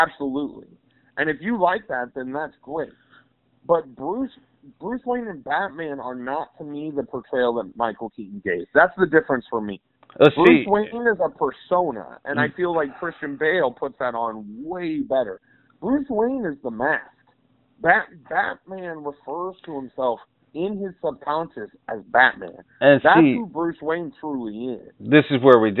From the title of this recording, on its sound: PHONE INTERVIEW